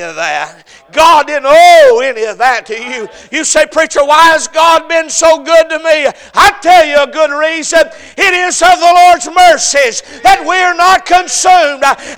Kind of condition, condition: setting, large echoing room